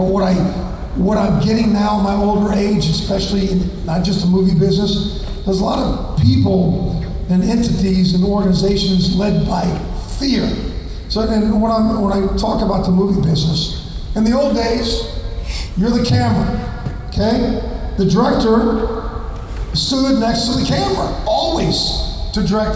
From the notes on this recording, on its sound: Gulf Coast Fan Fest 2018. They take questions from the audience.